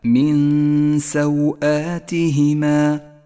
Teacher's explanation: المثال التالي عند قوله تعالى من سوآتهما، حكم الإخفاء، جاءت النون وبعدها حرف السين، نخفي النون بالسين مع بقاء غنة للنون زمنها حركتان